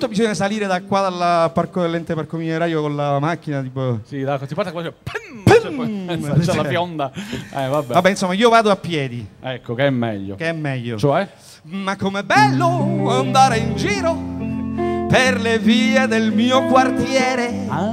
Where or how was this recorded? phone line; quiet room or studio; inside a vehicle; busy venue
busy venue